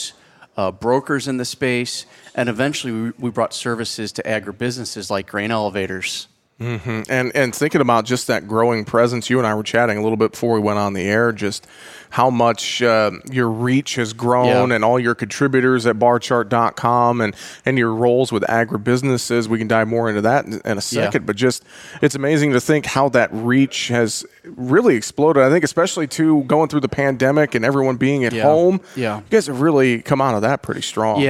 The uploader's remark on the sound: We are broadcasting live from Barchart's Grain Merchandising and Technology Conference in Nashville, TN.